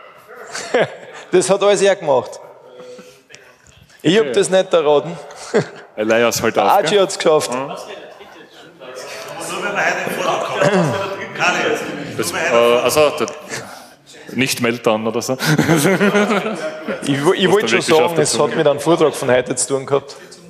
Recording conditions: live audience